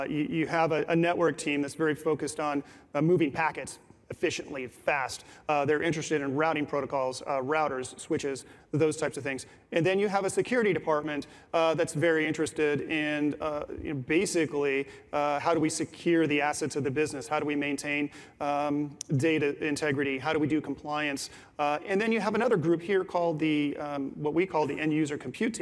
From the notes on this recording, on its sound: This #podcast is a recording of that event.